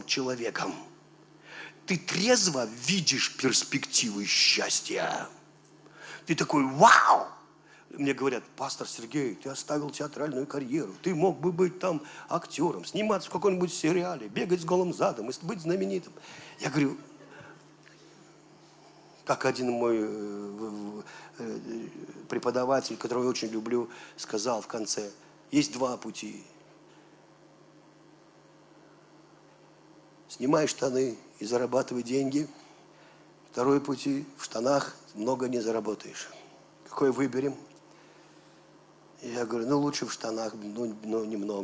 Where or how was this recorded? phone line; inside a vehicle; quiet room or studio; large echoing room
large echoing room